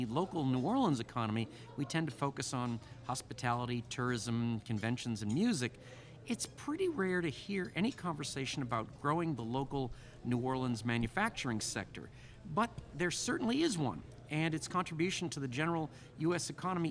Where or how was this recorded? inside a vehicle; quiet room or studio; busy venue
busy venue